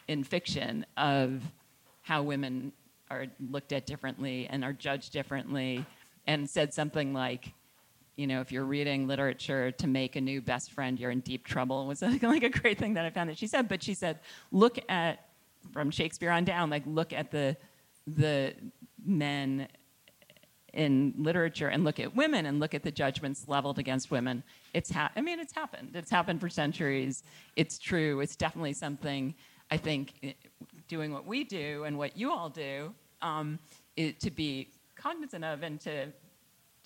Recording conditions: live audience